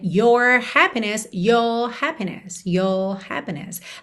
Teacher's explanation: especialmente no final de palavra, a gente acaba não enrolando esse R · Term: R mais British